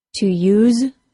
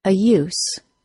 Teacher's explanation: To use is pronounced with a Z sound. A use is pronounced with an S sound.